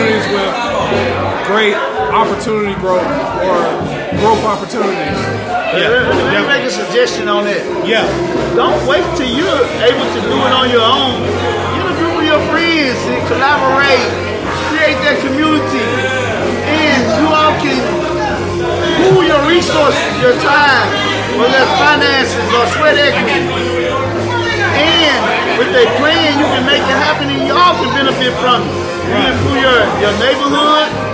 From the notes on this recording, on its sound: Live at Trolley Night in the South Main District of Downtown Memphis!